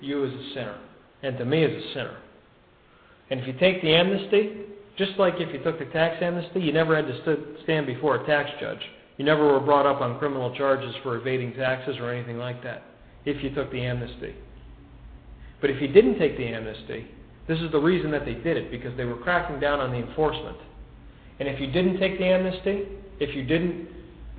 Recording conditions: large echoing room